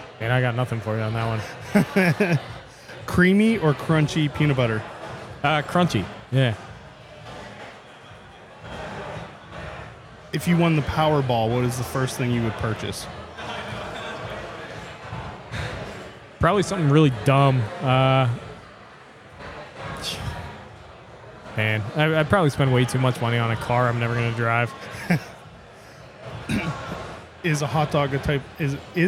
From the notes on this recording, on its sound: Stupid Questions at Too Hot For Gram. For this episode we headed out to Imprint Beer Company for the Beerscovery Too Hot For Gram festival to ask brewers stupid questions.